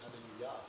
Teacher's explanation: the Hebraic pronunciation for Alleluia is Alleluia. The accent is on the final syllable.